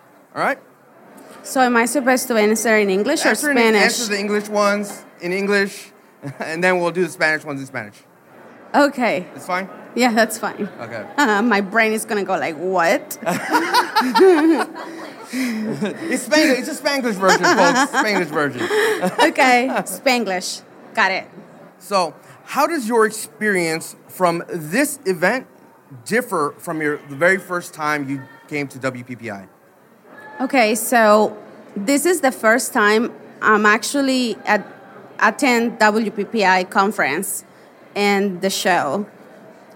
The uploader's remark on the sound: Live From WPPI. Special live edition.